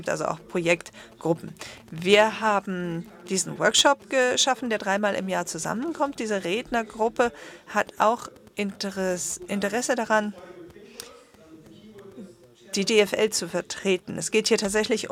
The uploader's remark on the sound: Addresses the conference. The conference took place on 24-25 September 2011 at Wembley Stadium, London. This presentation has been translated into GERMAN.